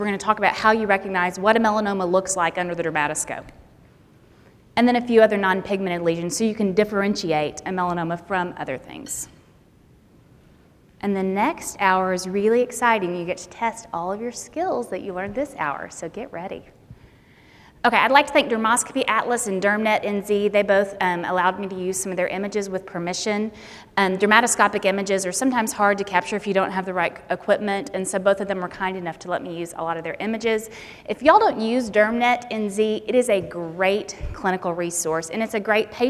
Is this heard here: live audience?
yes